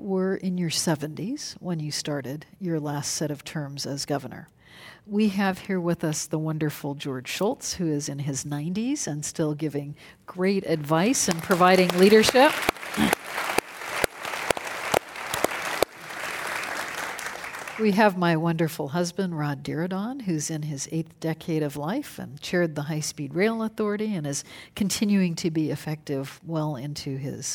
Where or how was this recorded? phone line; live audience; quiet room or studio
live audience